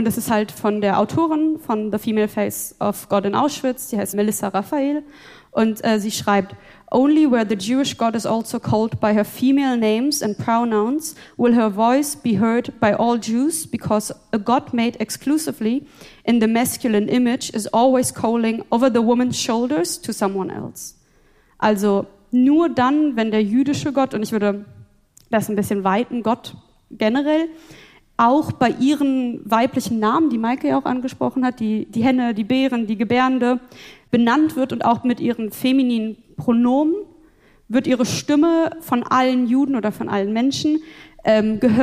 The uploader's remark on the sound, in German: Live in Stuttgart. Interreligiösen Frauenmahl und Studientag in Stuttgart live spontan diskutiert. Hier haben wir den Podcast live aufgezeichnet.